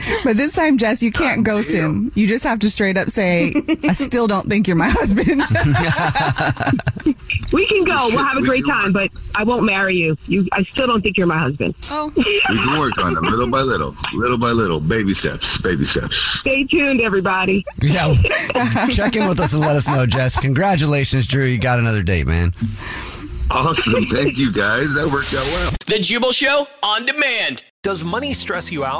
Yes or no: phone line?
yes